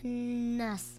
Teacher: تقرأ الناس بغنة بمقدار حركتين.